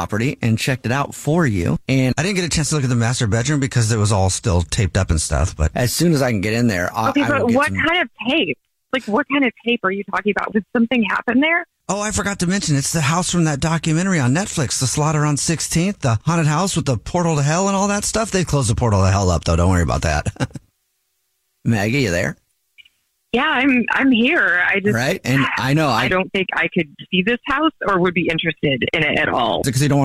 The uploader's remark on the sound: phone prank style